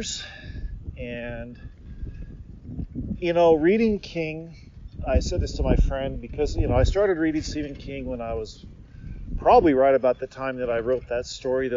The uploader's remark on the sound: Recorded as I road slowly north on a beautiful winter day here at the start of January 2022 in Japan, this one is just me yakking about all sorts of stuff. Now, there are some sounds of wind into the mic, but folks, it's a bonus episode, which means I don't spend all that much time in post-production!